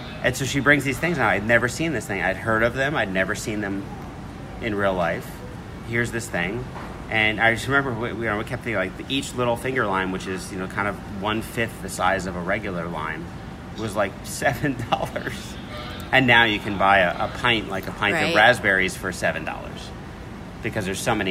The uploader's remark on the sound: "On the Road" at SOBEWFF 2019. Today's show features three interviews with festival participants.